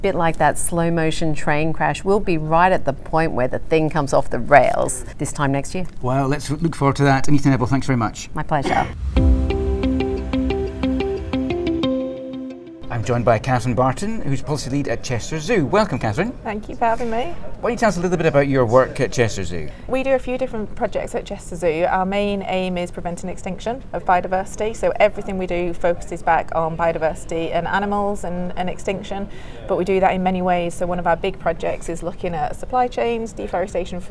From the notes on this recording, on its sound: Live from the conference. At Innovation Forum's future of climate action conference in Washington DC.